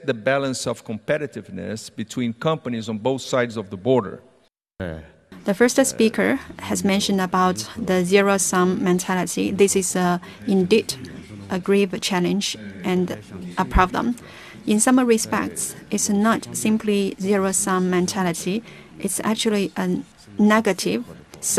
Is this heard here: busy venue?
yes